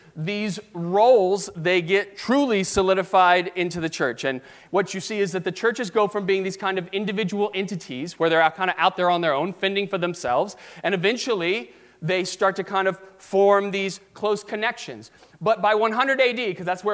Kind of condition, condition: setting, large echoing room